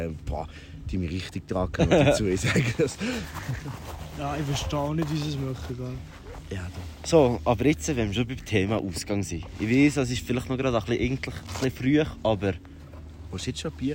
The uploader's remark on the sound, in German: In unserem Winter-Special haben wir die Folge nicht im Studio aufgenommen, sondern am Pistenrand in Zermatt.